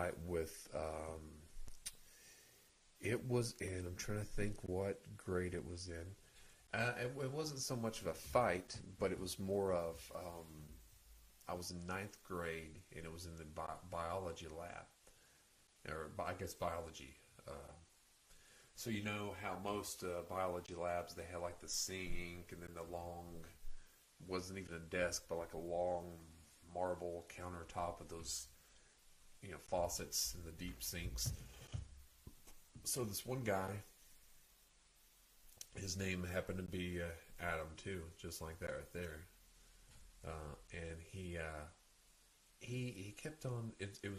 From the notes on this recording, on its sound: Despite the audio being low the show still continues.